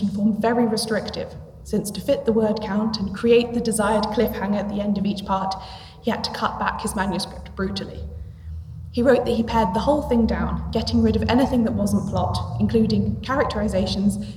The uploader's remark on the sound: This live episode of Shedunnit was recorded at the 2022 International Agatha Christie Festival in Torquay.